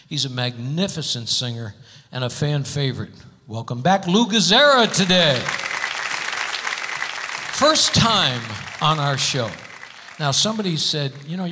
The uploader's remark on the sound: Live at the South Point Casino